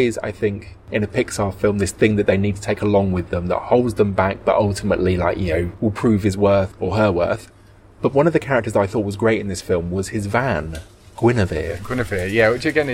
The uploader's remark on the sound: Well, they’re outside in the middle of London again